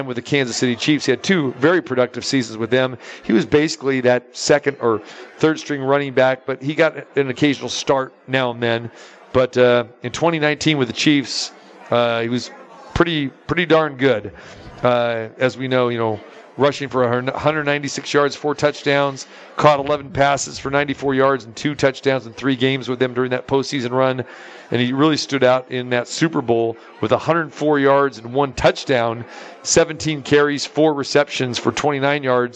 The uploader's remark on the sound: Live from the Super Book at the Westgate Las Vegas.